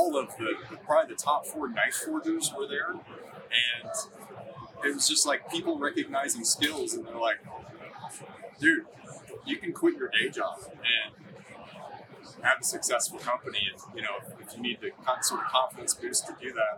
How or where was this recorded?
busy venue